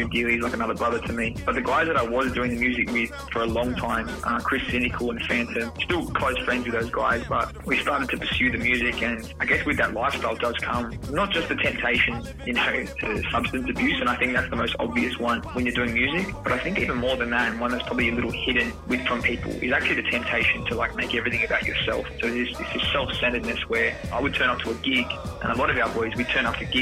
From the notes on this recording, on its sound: Over-The-Phone Interview. All our podcast episodes are pre-recorded at an independent studio in Sydney, Australia.